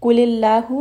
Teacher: name of Allah here is going to be light